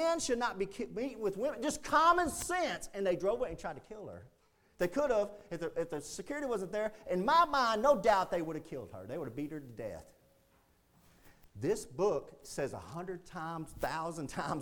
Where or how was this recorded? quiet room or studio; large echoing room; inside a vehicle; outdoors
large echoing room